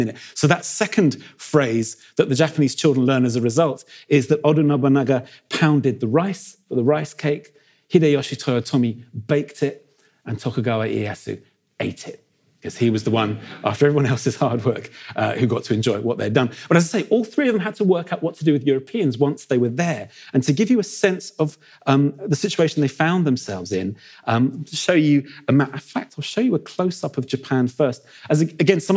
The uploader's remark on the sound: In a lecture he delivered at our 2019 Chester History Weekend